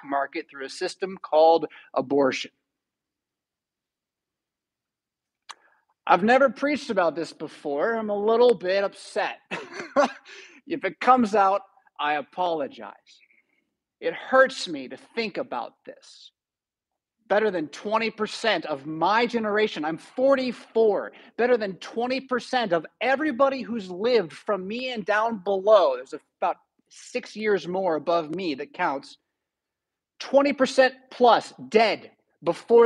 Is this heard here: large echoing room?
yes